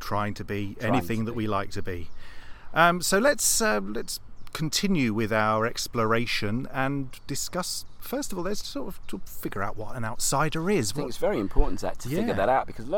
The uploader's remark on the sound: Live from Regents Park, London. Meet up again for a 'live' podcast discussion, this time in the woodlands of one of London's most central and beautiful parks.